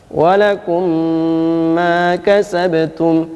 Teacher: ada mim tasydid, ada gunahnya, gunahnya atau dengung yaitu dua harokat. · Term: Idgham mutamatsilain